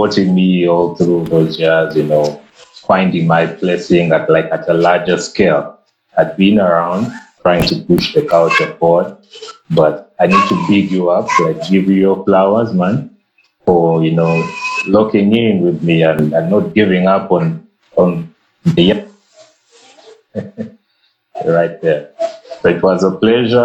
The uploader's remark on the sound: This episode was recorded via Instagram Live.